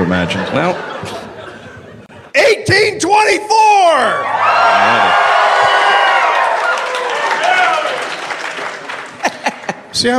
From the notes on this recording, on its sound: Live from Salt Lake City. Live from the Golden Spike Comedy Festival.